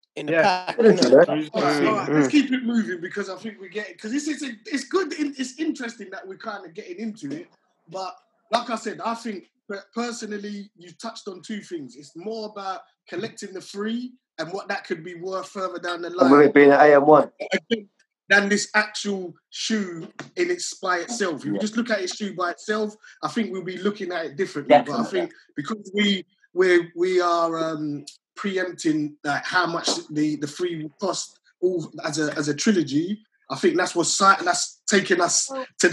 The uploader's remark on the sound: recorded this weeks podcast via a zoom call